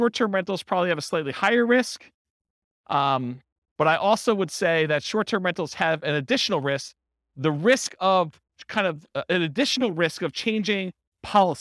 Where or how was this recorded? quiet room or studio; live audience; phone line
live audience